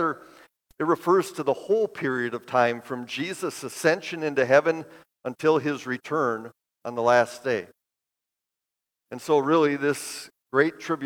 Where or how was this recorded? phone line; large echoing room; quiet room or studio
large echoing room